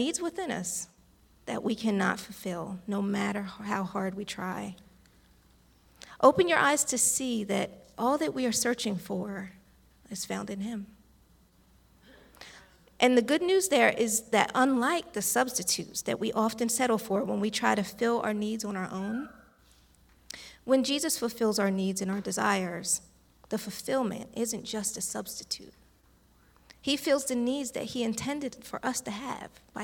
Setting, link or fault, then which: setting, large echoing room